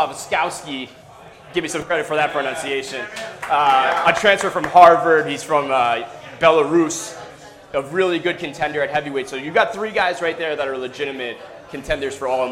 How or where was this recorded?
live audience